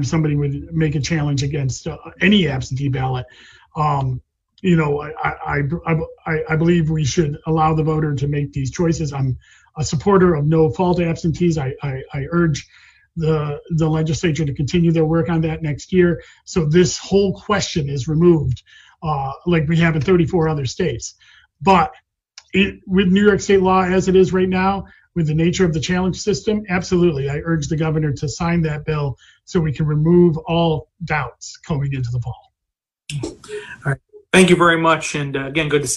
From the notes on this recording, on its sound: I appeared via Zoom to testify